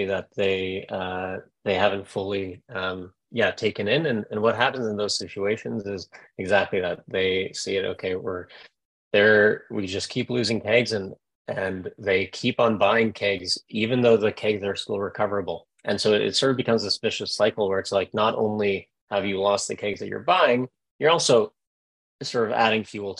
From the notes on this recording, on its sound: You'll hear the audio version of our webinar with ….